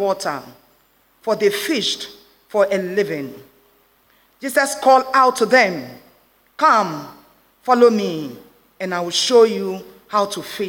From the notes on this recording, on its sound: Sermon preached at CBC Shiashie Campus.